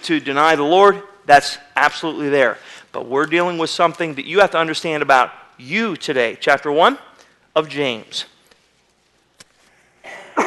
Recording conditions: large echoing room